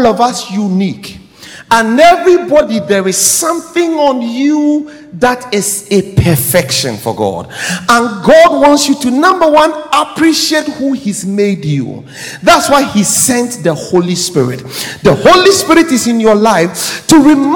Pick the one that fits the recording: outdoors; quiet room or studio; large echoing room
large echoing room